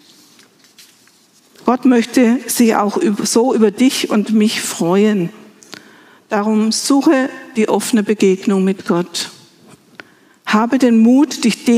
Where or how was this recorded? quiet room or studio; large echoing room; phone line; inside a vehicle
large echoing room